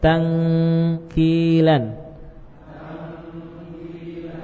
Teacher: Ya tamahhab fil khayshum, ya. Murni terpusat suaranya pada hidung. · Term: ikhfa